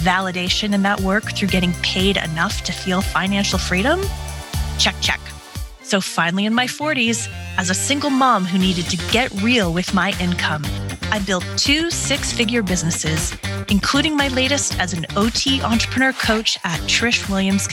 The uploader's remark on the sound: We've hit record on a coaching call today